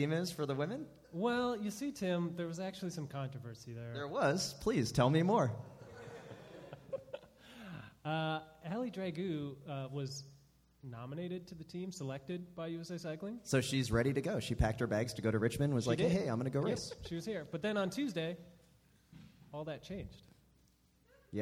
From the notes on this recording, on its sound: Live in Richmond VA at the Coalition Theater, Sept 25th, 2015.